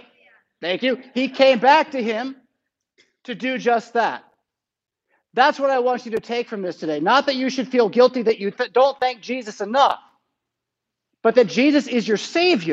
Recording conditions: large echoing room